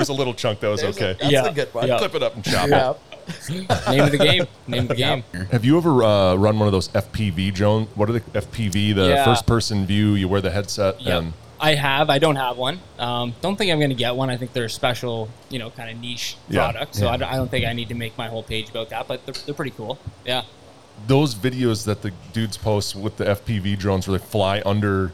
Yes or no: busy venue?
yes